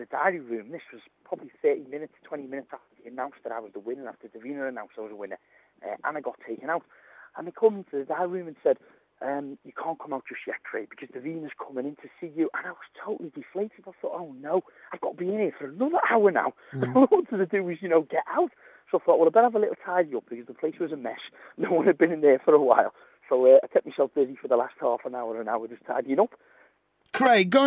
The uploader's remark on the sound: receives a surprise Phone Call